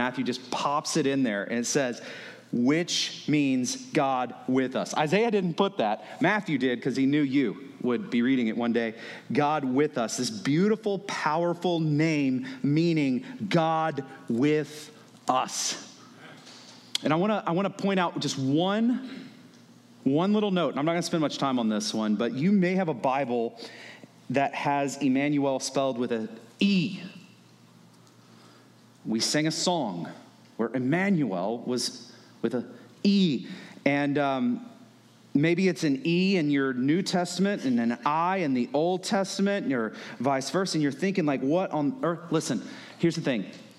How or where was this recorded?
large echoing room